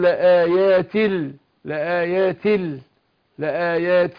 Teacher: إضغام بغير غنة عشان التنوين. لآيات نون التنوين دي اللي بتتنطق مش بتتكتب، بندغمها في اللام إضغام بغير غنة